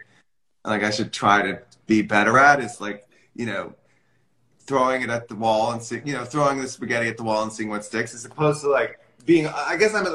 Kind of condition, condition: link, video call